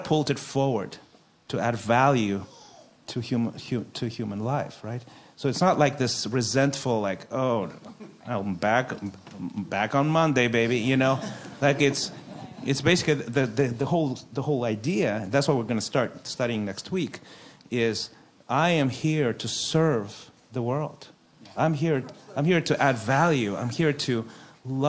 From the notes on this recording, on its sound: A panel Q & A live with our church community